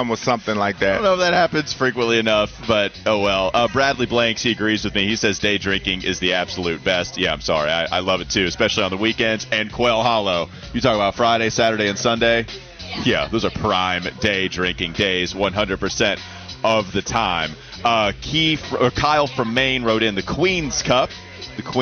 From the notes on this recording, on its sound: live from the Wells Fargo Championship